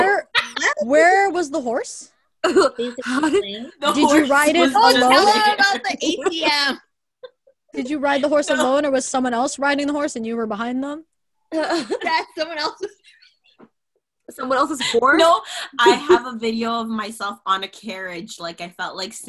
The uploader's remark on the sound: This episode we are on another zoom session